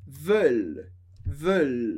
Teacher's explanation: A gente pronuncia o L, mas não pronuncia o NT, para dizer elas querem.